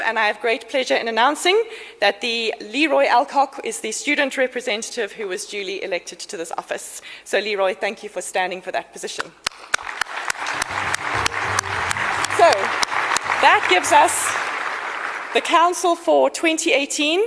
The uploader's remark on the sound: Actuarial Society 2016 Convention held in Sandton 17 and 18 October 2017